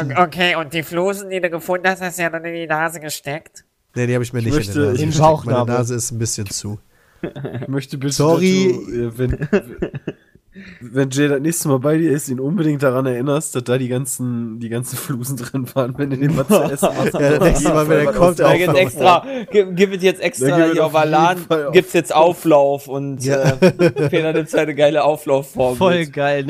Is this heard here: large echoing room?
no